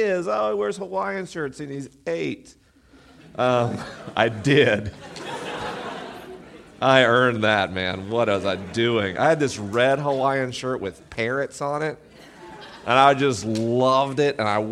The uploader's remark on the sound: LIVE in Portland, OR. This week is a live episode.